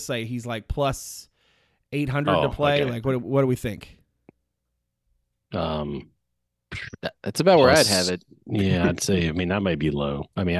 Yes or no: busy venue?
no